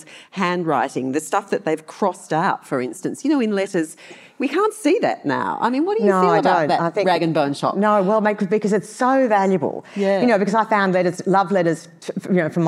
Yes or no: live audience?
yes